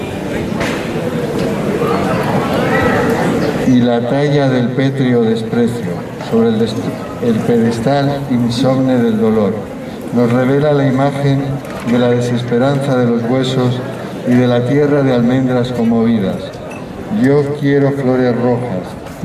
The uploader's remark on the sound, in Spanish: El audio de la ceremonia de entrega de los premios y diplomas. Organizado por la Asamblea por la República de Leganés.